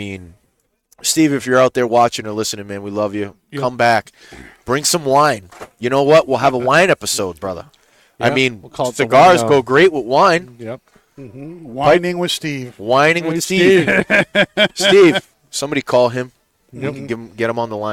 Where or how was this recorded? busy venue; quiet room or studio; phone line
busy venue